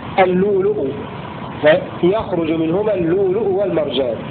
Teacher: إبدال الهمزة الساكنة الأولى واوا في لفظ اللؤلؤ المعرف